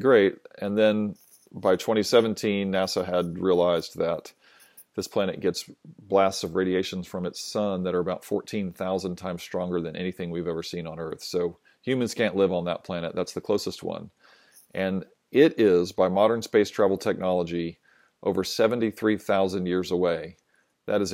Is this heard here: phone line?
no